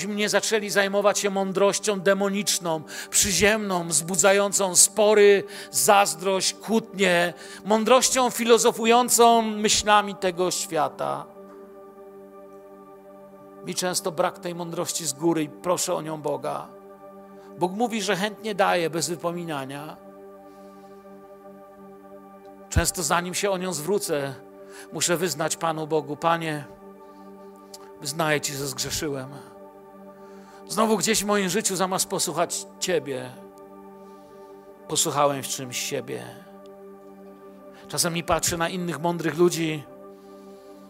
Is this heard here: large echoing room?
yes